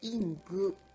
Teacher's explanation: ing の g の後に u 母音の U, u をつけてしまって発音しています